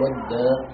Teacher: لأنه ثقل عليهم الخروج من همس التاء وضعفها إلى قوة الدال وجهرها. فأدغمت في الدال الثانية فصار ودا، وهذا بدل إدغام لا بدل تصريف.